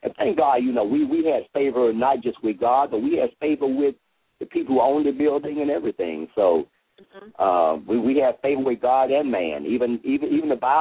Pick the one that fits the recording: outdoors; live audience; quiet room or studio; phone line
phone line